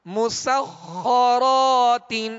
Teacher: سین میں سیٹی کی آواز پیدا ہوگی اور خا حروف مستعلیہ میں سے لہذا پر یعنی موٹا کریں گے اور خا پر تشدید ہے لہذا دوہرا پڑھیں گے، دو مرتبہ پڑھیں گے.